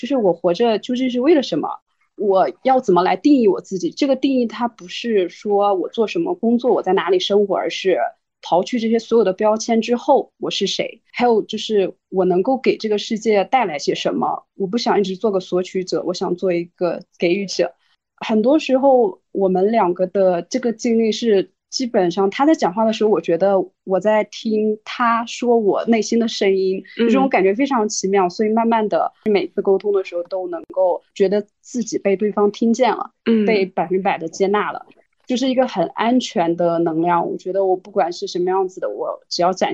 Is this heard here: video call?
yes